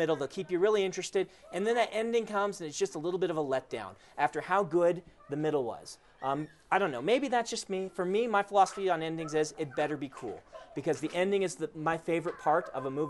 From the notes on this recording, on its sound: recorded live at Dragon's Keep